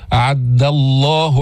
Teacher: أعد الله، ما تفخم الدال، بعضهم يقول أعد الله ضا أو يفخمها أو يأتي بها قريبة من الضاد. أعد الله دال مستفلة منفتحة، ما فيها استعلاء، ما فيها تفخيم، ما فيها إطباق